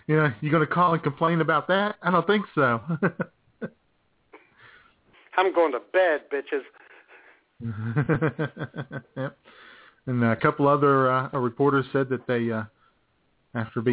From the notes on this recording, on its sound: your phone calls as IWS Radio broadcasts LIVE from The Love Shack